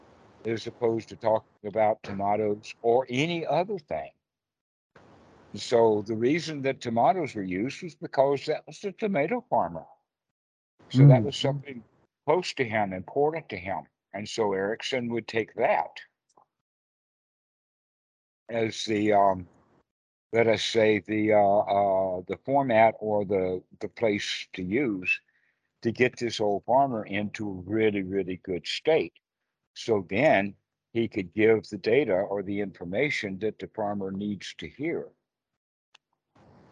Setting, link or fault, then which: link, video call